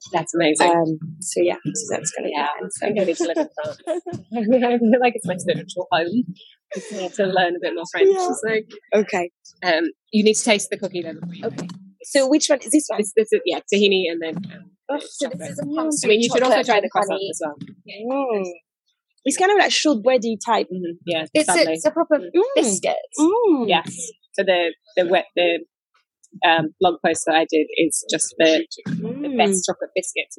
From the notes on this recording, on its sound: Please download again to fix the overlapping sound. Apologies the background noise will still be there!